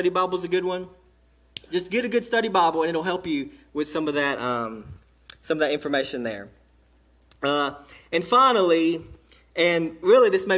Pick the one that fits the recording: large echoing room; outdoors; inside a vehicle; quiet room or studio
large echoing room